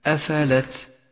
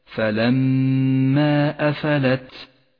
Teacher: لاحظ صفة الهمس لحرف التاء في كلمة أفلت